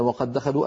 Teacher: أدغمنا الدال الأولى في الثانية فصار النطق بدال واحدة مشددة